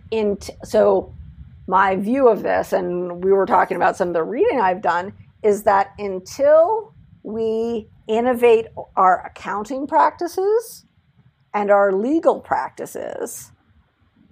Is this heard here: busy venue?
no